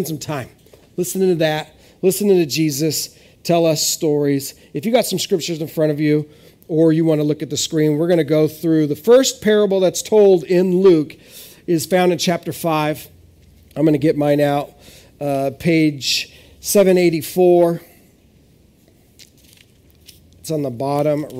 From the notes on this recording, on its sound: This is audio ripped from the Live Service video.